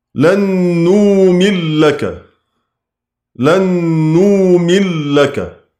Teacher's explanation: يدغم أبو عمرو النون في اللام بعده